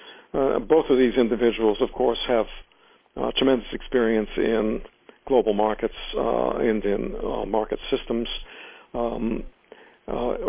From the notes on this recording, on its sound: In this brief excerpt from the teleconference